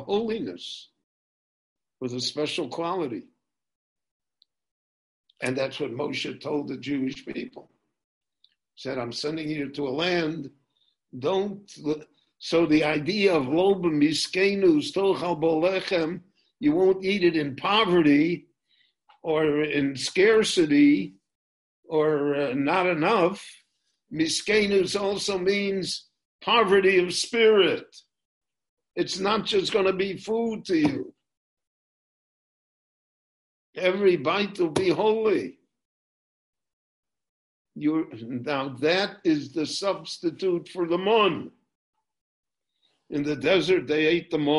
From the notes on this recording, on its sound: This lecture on Parshat Ekev was recorded LIVE via Zoom in Jerusalem.